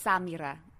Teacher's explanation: With a little roll on the R. It's not a D, it's a rolled R. Because I am always trying to like find that little place where the D and the rolled R sound the same.